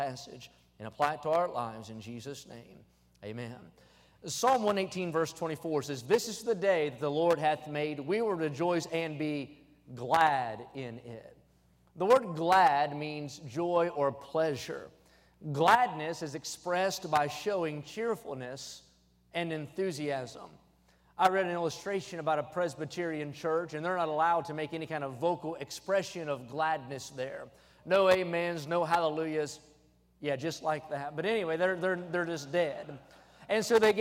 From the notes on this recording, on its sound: during the Wednesday Evening service on June 7, 2023, at North Valley Baptist Church in Santa Clara, California.